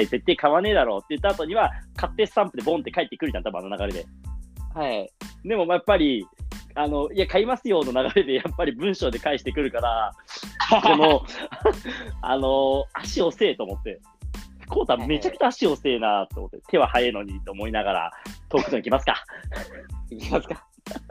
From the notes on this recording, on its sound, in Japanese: リモート収録